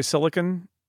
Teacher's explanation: so many words in, I think, California English, you kind of shrink them down to n at the end instead of on in pronouncing the vowel sound. You swallow that vowel sound.